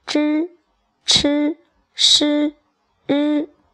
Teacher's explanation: 这几个声母啊，叫做翘舌音，发音的时候舌头是翘起的，但是翘舌呢，不要过于往后了